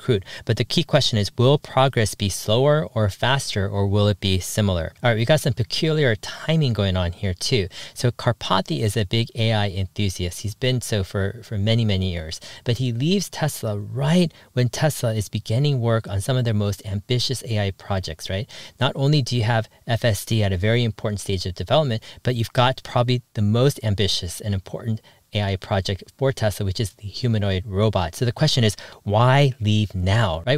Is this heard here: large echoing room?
no